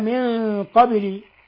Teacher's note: ثم لسكون الباء في قوله قبل تقلقل هذه الباء، لأنها من حروف قطب جد، القاف والطاء والباء والجيم والدال إذا سكنت قلقلت.